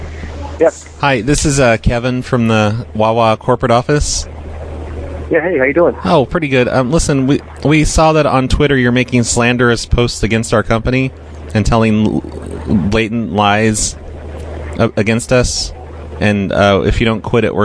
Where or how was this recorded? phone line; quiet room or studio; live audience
phone line